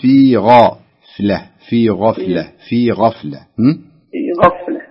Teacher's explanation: الغين هنا حرف مفخم